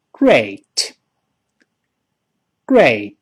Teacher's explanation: 后面不要读特，它是个轻辅音，t，跟老师读起来。Great，great，好，棒极了。我们再读主义想法这个词，注意不要读 idea，这又是好多中国人呐这闹误会了，以为一卷舌头就成美语了，哪儿那么简单呢？没有字母儿，口型，这个舌头，舌头尖儿不能勾回来，跟老师读起来，idea，idea，注意不要读成 idea。我们一块儿读一下这句话， That's a great idea. That's a great idea.